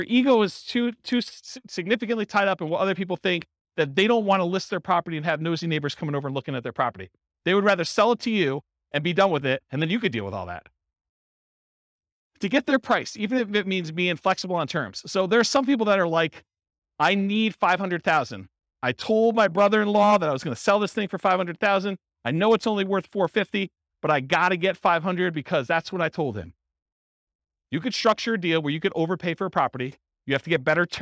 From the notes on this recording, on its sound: This was a live class recorded